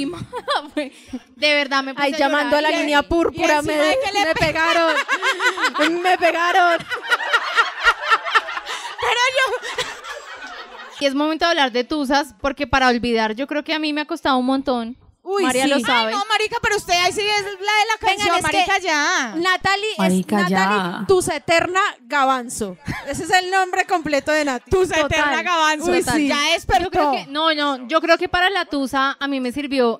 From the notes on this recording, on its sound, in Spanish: Parte del podcast grabado en vivo el 19 de julio en Bogotá Colombia.